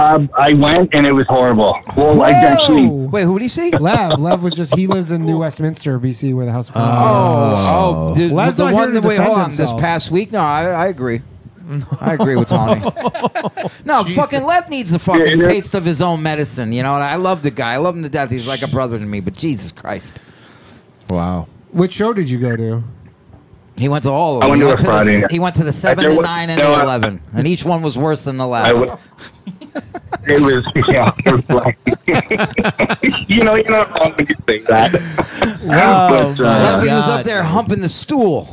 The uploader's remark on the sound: The Bathhouse is a live call-in show from the green room of The Stand one of New York City's best comedy clubs.